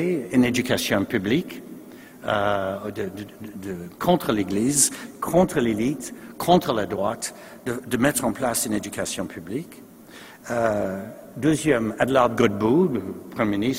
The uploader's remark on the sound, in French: Conférence d'ouverture du colloque 2016 de l'AQPC, à Québec.